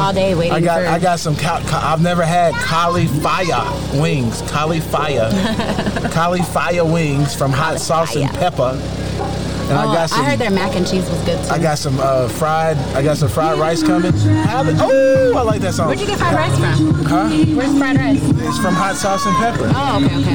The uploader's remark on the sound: The Guess What Crew and affiliated network are live once again, checking out and supporting the local community and Vegan Food Vendors at a FOOD TRUCK FRIDAY event in the Phoenix Valley area.